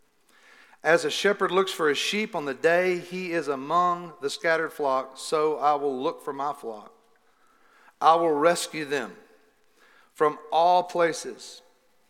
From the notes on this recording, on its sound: Recorded live at The Fellowship at Mt Juliet on June 6, 2021.